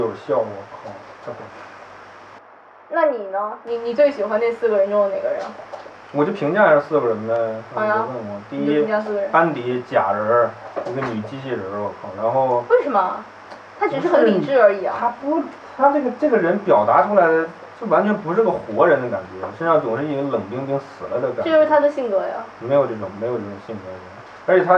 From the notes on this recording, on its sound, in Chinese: 这期音质太差，没办法加背景音乐，凑合听吧